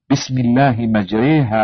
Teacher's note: بين الفتحة والكسرة توجد الإمالة المكسورة التي اختصها نحاة العرب وقراء القرآن باسم الإمالة